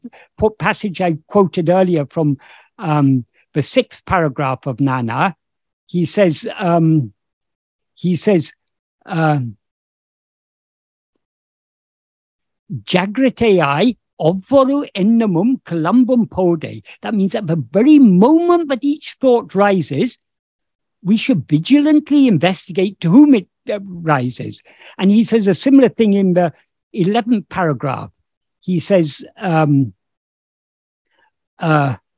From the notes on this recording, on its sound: In a Zoom meeting of the ‘Ramana Maharshi Foundation UK’ on 30th July 2022